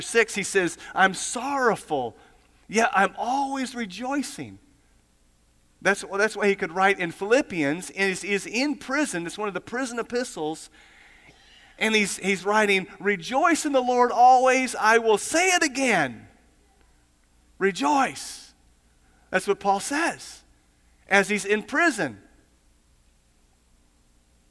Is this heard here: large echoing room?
yes